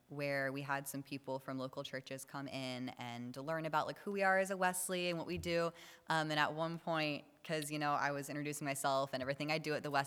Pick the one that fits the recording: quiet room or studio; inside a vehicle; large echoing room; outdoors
large echoing room